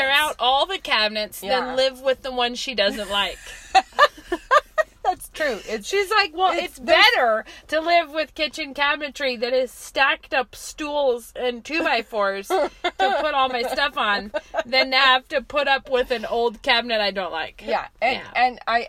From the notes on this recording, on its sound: we are back in the car